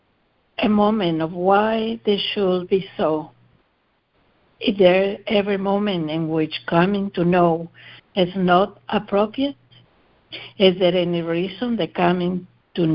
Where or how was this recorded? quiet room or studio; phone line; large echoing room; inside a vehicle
phone line